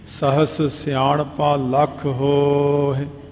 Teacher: ਹੋ ਲੰਮਾ ਕਰ ਲਓ, ਹਾਏ ਦੀ ਸਿਹਾਰੀ ਆਪਣੇ ਆਪ ਹੀ ਬੋਲ ਜਾਂਦੀ ਹੈ, ਉਹਨੂੰ ਕਹਿਣ ਦੀ ਲੋੜ ਨਹੀਂ ਪੈਂਦੀ।